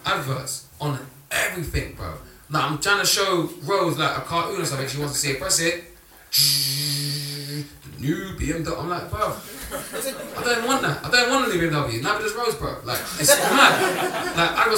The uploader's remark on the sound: The Sitdown is a live Q+A event, where we sit down and interview special guests.